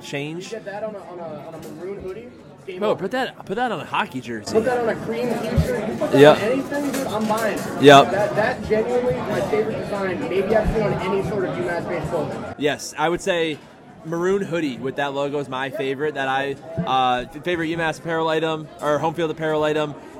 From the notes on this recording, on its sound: Coming to you LIVE from the Hangar Pub and Grill in Amherst before the "Chill the Bill" game against UConn.